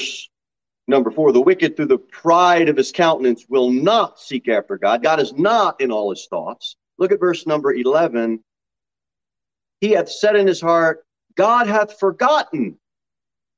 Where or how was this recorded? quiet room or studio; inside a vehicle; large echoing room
large echoing room